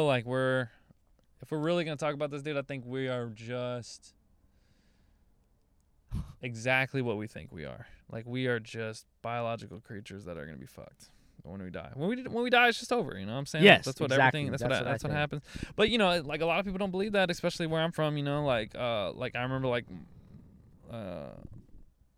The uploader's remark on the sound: a fight happened outside the car